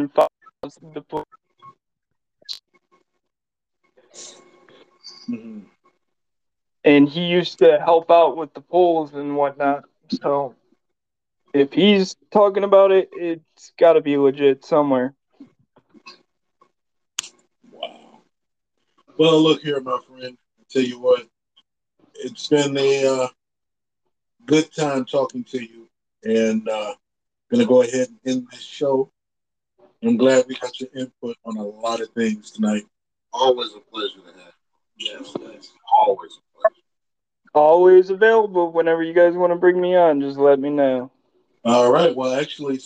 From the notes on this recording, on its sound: THIS EPISODE IS EXPERIENCING TECHNICAL DIFFICULTIES. SORRY FOR THE AUDIO PROBLEM.